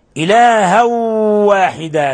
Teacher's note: تنوين فتح جاء بعد حرف الواو، الحكم التجويد إدغام بغنة